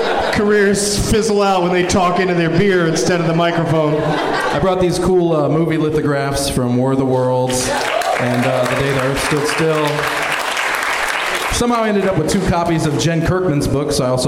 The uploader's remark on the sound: Live from The Improv in Fort Lauderdale